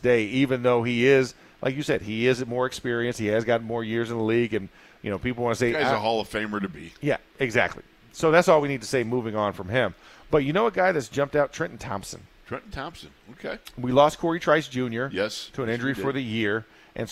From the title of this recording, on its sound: In the Locker Room Live from Steelers Camp Day 9